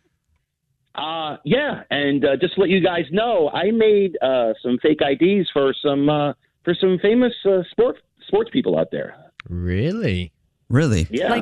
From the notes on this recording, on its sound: called into The Jubal Show